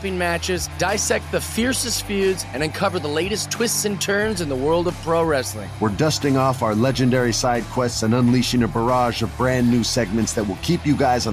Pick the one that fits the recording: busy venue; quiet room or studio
busy venue